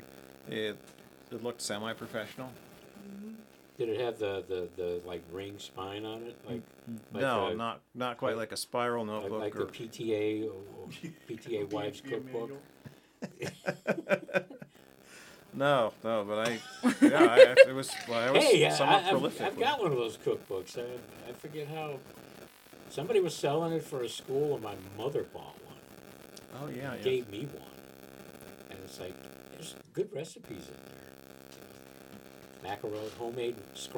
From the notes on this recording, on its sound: Beware the unshielded cable, bonus if you can discern the data stream that interjects with the audio.